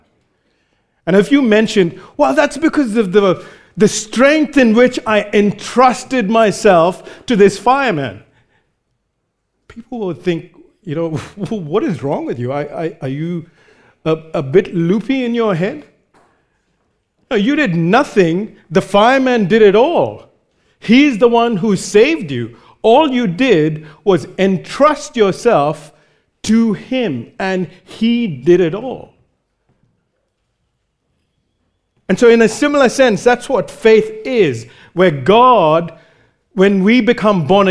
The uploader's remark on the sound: recorded live at Grace Community Bible Church